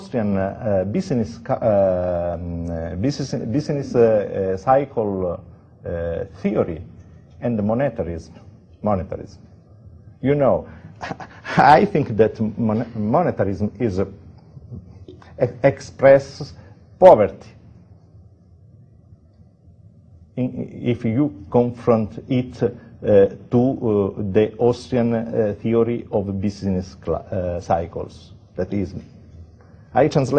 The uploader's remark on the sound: Hayek Memorial Lecture. From the 2008 Austrian Scholars Conference at the Mises Institute; Auburn, Alabama.